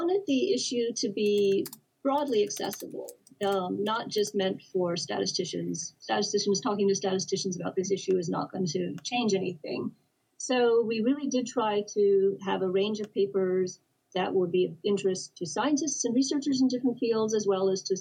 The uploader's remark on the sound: We Apologize for Technical Difficulties